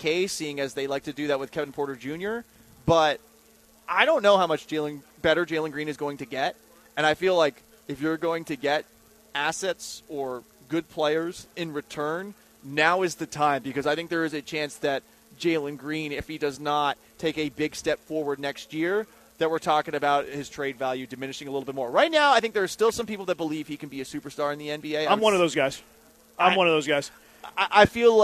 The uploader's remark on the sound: LIVE from the Circa Resort and Casino in Las Vegas!